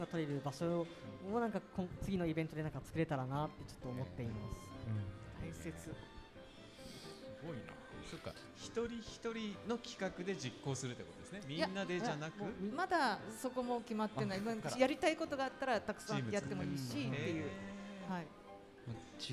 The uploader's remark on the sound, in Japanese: ガーデンズ千早1stアニバーサリーで、九州産業大学地域共創学部の学生によるワークショップを開催しました。今回学生によるMCで公開収録した模様をお届けします。